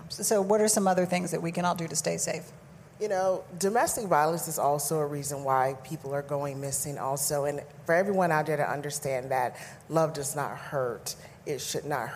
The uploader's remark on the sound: Live from REVOLT WORLD